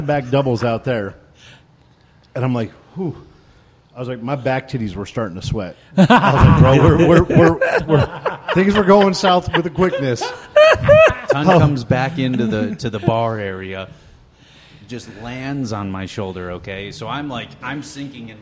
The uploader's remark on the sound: recorded at the Lucid Optics Ballistic Summit in Raton, New Mexico